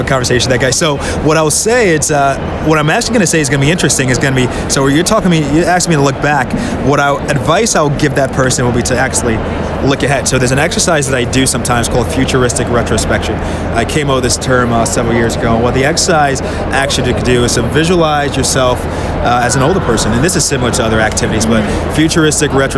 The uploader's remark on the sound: LIVE from the WCPT Conference in Geneva, Switzerland